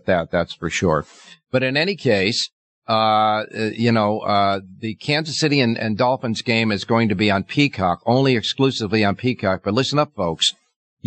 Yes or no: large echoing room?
no